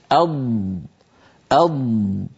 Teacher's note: والضاد مستعلية يعني يتجه ضغط صوتها عند نطقها إلى قبة الحنك في الفم. والضاد مطبقة يعني ينحصر صوتها بين قبة الحنك واللسان كما أسلفنا وشرحنا. · والضاد أيضا رخوة يعني صوتها قابل للتطويل